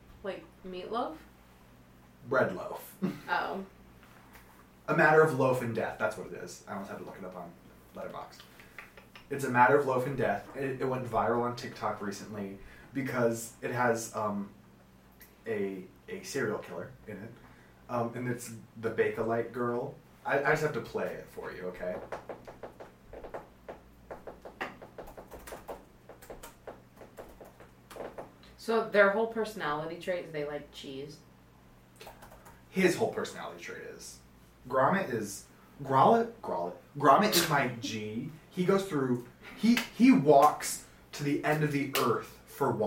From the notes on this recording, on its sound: I am once again am apologizing for the technical issues